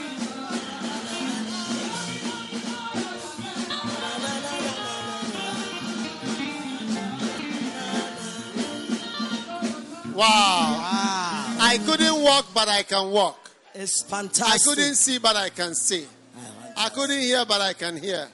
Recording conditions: busy venue